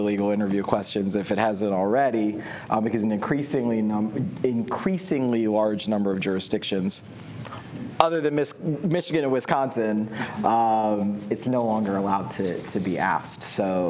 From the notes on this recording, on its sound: Before a live audience at Akerman’s Labor & Employment Summit in Santa Monica, California.